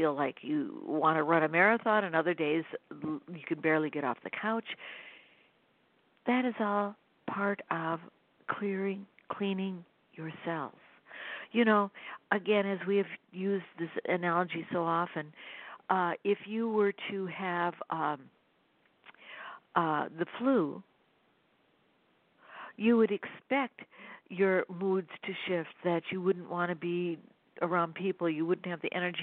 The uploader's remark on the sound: The sound quality of this week’s BlogTalk channel isn’t the best because I used a cell phone instead of a landline.